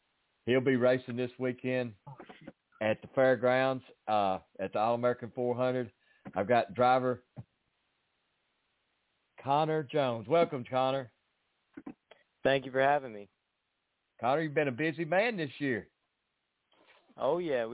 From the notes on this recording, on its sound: the next guest to call